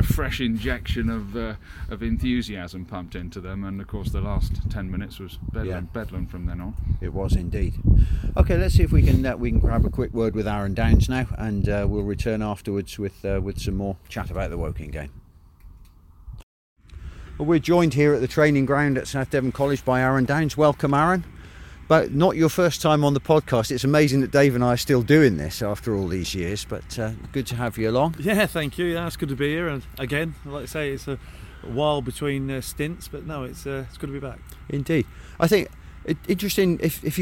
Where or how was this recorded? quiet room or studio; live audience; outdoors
outdoors